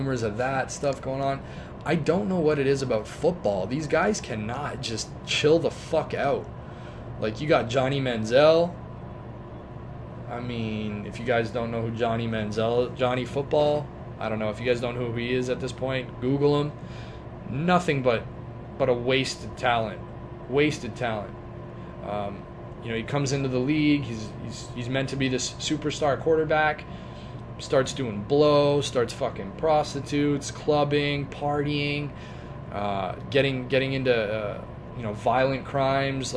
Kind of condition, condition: fault, phone or laptop microphone